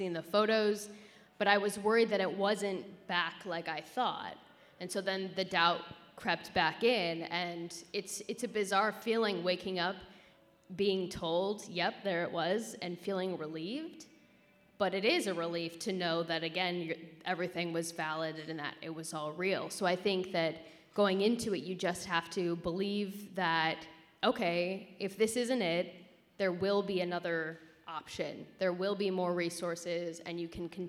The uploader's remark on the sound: Live Panel Discussion. Here in Baltimore.